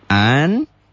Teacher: Jadi N-nya jadi ang gitu ya. Walaupun ang-nya enggak banget. · Term: ikhfa